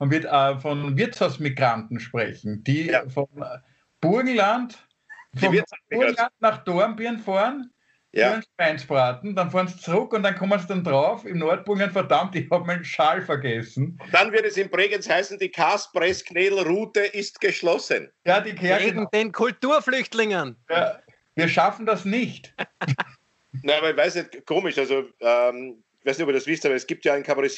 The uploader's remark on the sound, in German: Aufzeichnung einer ZOOM Session vom Montag, 1.